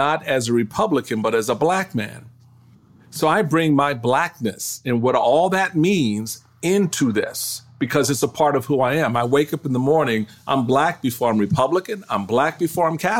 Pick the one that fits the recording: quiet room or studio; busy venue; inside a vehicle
quiet room or studio